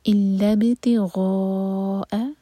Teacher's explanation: غا چار حرکہ لمبا، مد متصل ہے، اور پھر حمزہ کو لائٹ رکھیں گے، غین ہیوی لیکن حمزہ لائٹ · الا تو ای پر زور، دو سلیبل والا ورڈ، با پر قلقلہ.